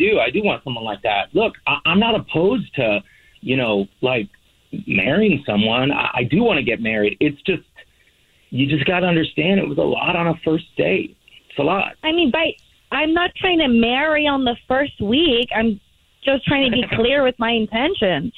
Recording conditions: phone line